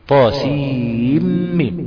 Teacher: فرواية حفص فيها إدغام النون في الميم